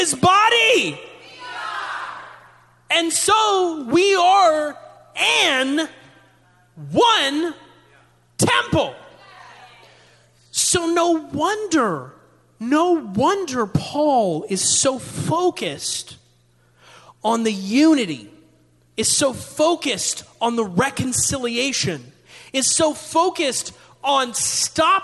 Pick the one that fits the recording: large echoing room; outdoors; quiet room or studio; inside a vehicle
large echoing room